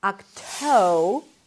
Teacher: Toe is the primary stress, a t sound, then the o as in go. You can make the t a little aspirated, so it feels like there is a little h right after